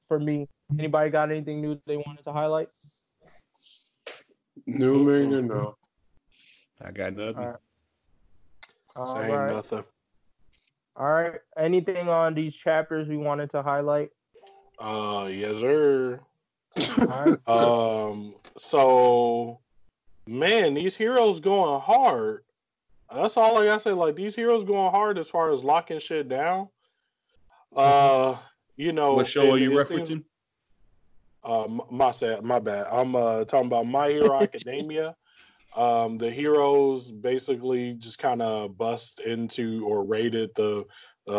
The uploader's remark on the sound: We bringing you another dope episode remote this time because we had some technical difficulties with our in-person episode last time.